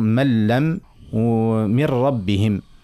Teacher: إدغام تام يعني ما يقعدش حتى أثر من النون، نتعدي مباشرة للام وإلا الراء، وتولي مشدة بالطبع، لأنه الإدغام هذاك هو تعريفه في الاصطلاح، كانوا ندخل الحرف الأول في الحرف الثاني، ولي الحرف الثاني مشدد، نلفظه بحرف واحد هو الحرف الثاني مشدد.